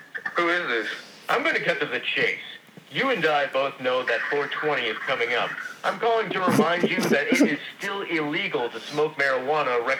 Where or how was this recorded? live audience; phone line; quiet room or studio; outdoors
phone line